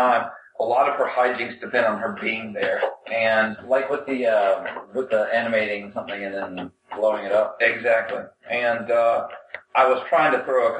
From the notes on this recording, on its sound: Live from Our Secret Undersea Base. The dorks dredge up an old live episode we had in the can. The sound is a little off.